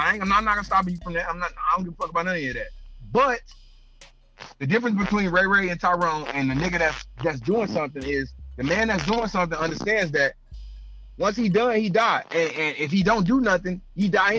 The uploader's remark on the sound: we had a caller call